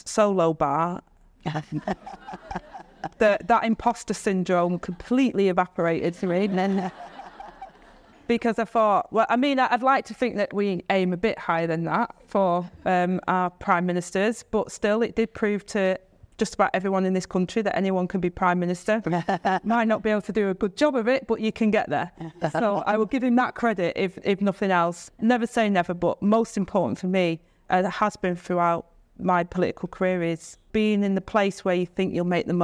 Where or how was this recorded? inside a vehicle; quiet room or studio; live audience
live audience